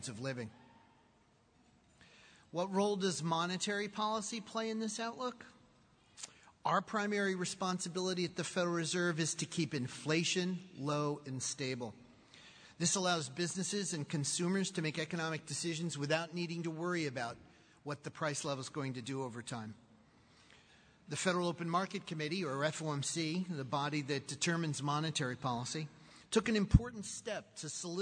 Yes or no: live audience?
yes